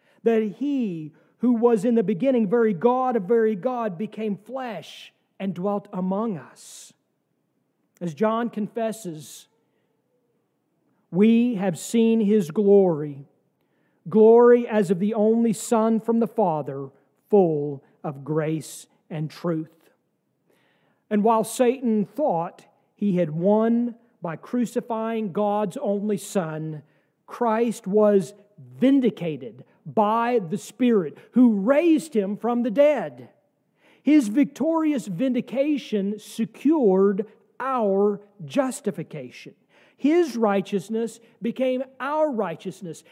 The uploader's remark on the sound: from our service on December 31, 2023